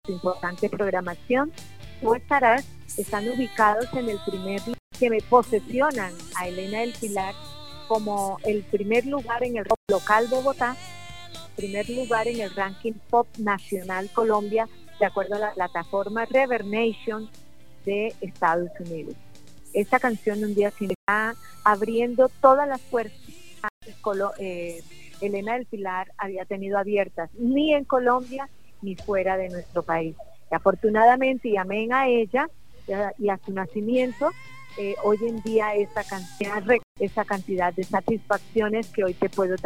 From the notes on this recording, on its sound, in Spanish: Entrevista Telefónica en Heliconia Radio - Casanare Colombia.